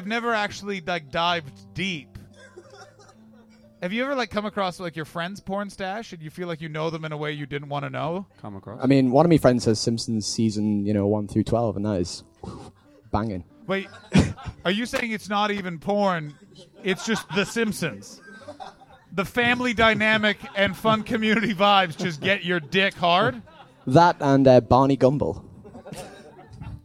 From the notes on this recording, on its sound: This episode was recorded at Underbelly George Square on 11th August 2018 as part of the Edinburgh Fringe Festival.